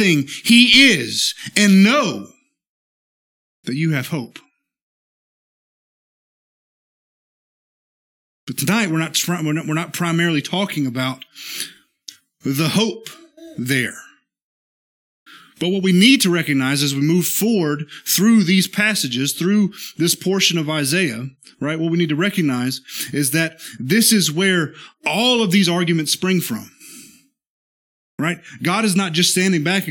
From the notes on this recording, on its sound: This is the sermon from our Tuesday night worship service